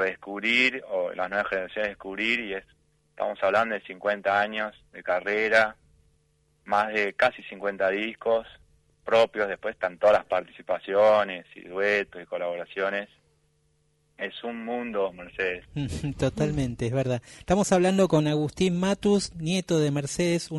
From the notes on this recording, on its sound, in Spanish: Charla telefónica